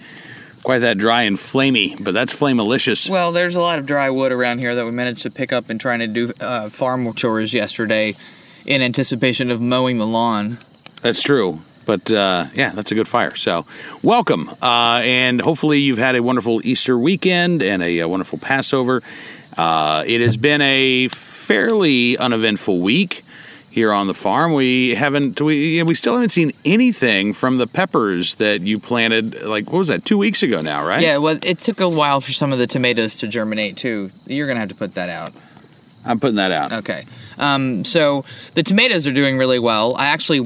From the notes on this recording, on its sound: There’s nothing like hanging out by the firepit on a cool spring evening; good conversation and spirits, the sound of crickets chirping underneath the big yellow moon.